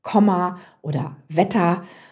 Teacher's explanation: Ist die Silbe geschlossen, wie zum Beispiel in Komma oder Wetter, wird der Vokal kurz gesprochen · Term: geschlossene Silbe